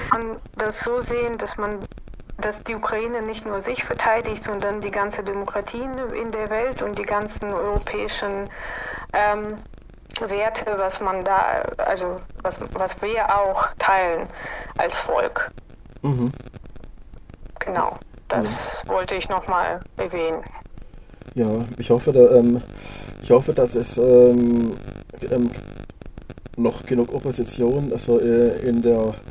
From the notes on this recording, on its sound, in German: Störgeräusche im Hintergrund sind rein technischer Natur und ich bitte sie zu entschuldigen. Es ist ein Telefoninterview über ein Smartphone.